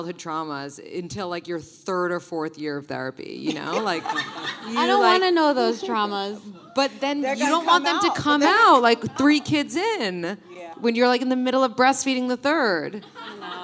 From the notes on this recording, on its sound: Live Panel in Chicago. In our live podcast from Chicago.